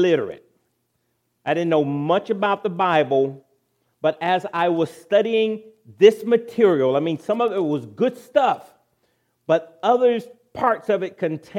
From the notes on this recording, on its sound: recorded April 22, 2023, at Ringgold Seventh-day Adventist Church.